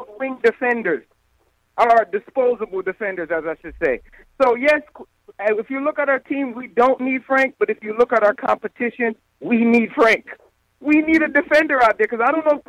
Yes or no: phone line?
yes